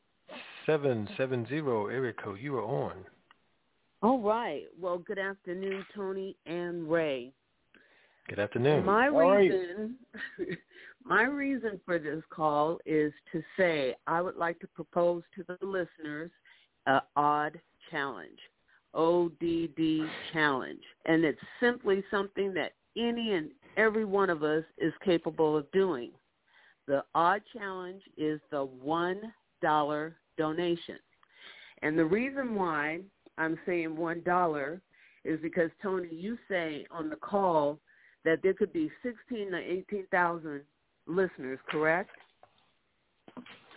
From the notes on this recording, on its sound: TNTSuperfantastic Conference Call